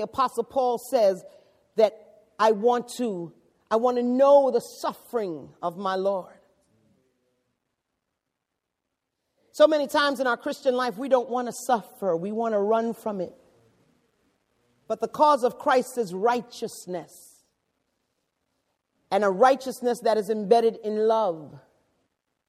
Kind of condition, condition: setting, large echoing room